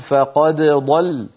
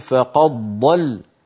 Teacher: إدغام الدال في الضاد من فقد ضل · Shown in: second take